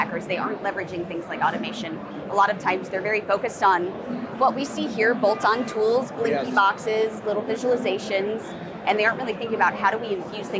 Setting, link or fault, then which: setting, busy venue